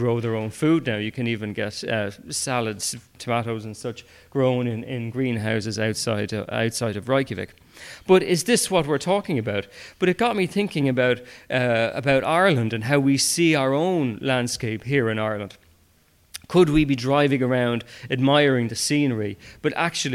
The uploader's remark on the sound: I have brought you a recording of a live talk. The Kildare branch of BirdWatch Ireland. They weren’t planning to stream or even record it.